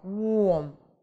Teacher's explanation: W, A. Вместе нам дают звук O, долгий